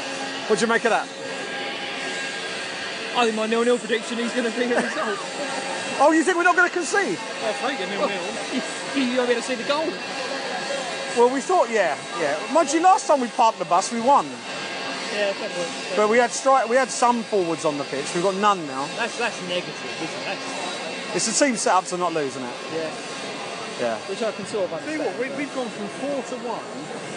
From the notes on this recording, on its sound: Block C. Matchday podcast recorded from the stands at the goalless draw between Gillingham and Scunthorpe United.